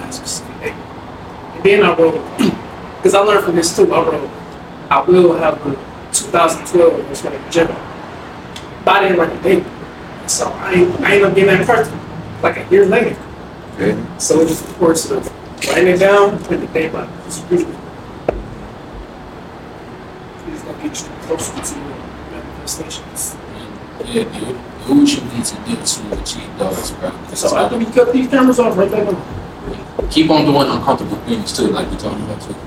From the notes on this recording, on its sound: Amazing outside experience with some special guests Audio slightly off bear with us